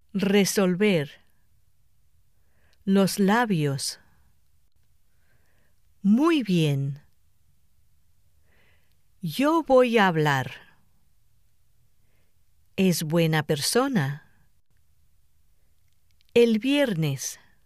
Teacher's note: The lips are not quite completely closed, and air passes through them. · Term: B y V fricativas